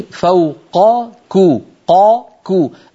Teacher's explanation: القاف فخمة والكاف مرققة